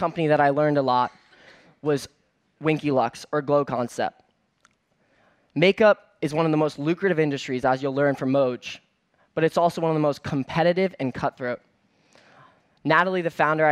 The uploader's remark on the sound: on stage at #BoFVOICES